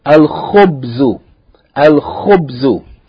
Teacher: This word, khubz, begins with the letter kha. It's from al-huruf al-qamariya, so the lam is pronounced.